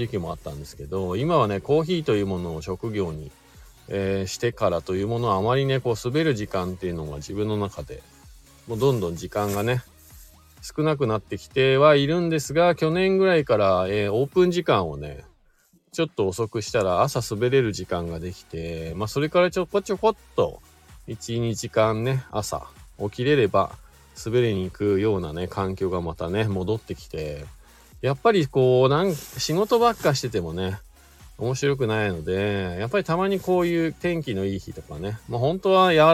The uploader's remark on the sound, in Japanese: 本日、白馬岩岳スキー場で滑り終了後 車の中から